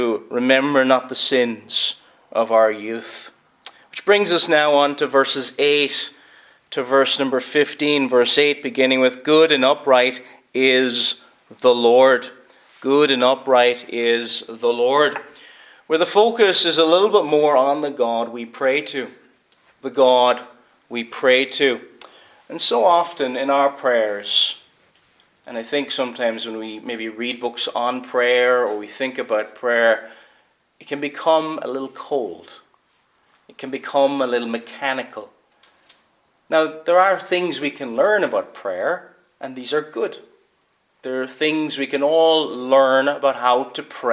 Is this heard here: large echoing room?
yes